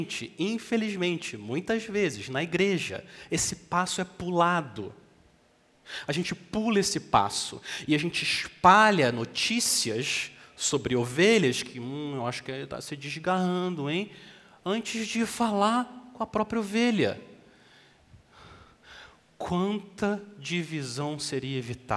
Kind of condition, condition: setting, large echoing room